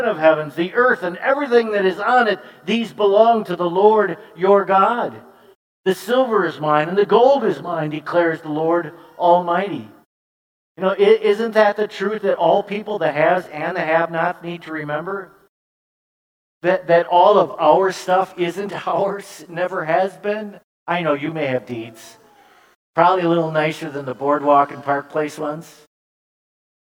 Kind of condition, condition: setting, large echoing room